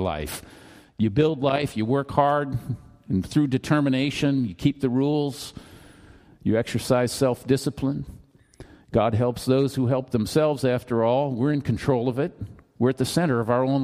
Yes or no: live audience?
yes